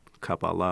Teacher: the modern Hebrew pronunciation of that old word, Kabbalah, the accent on the last syllable